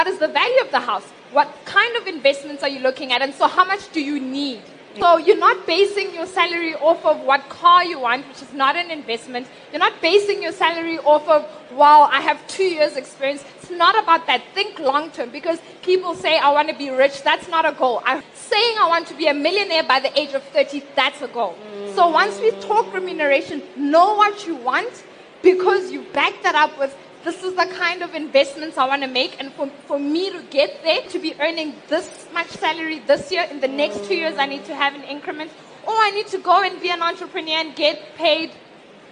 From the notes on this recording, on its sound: during this #FutureCEOs LeaderEx panel discussion